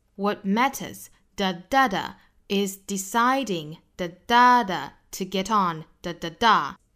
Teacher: 在弱读的地方呢，相对来说调子更低了，重读的地方调子更高